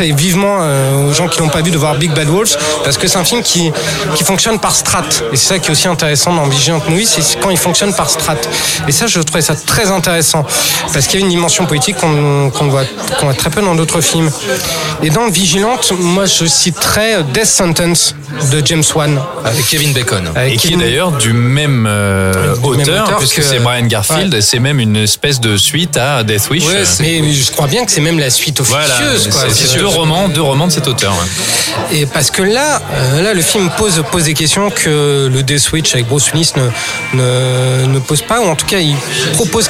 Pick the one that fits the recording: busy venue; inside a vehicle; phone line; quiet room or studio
busy venue